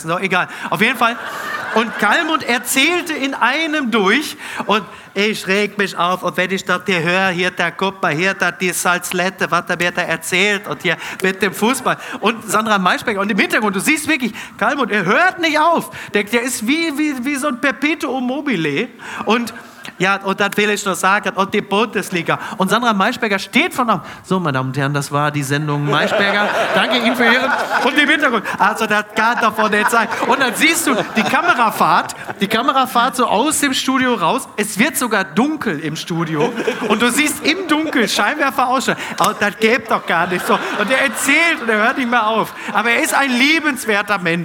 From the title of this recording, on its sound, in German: Live aus Hannover